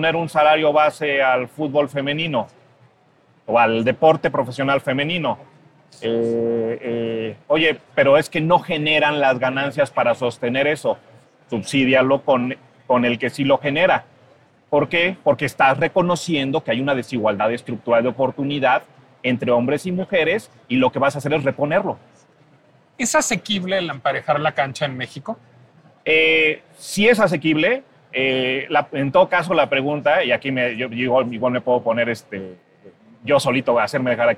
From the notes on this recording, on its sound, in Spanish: Heraldo Podcast transmitió completamente EN VIVO desde la Feria Internacional del Libro (FIL) de Guadalajara.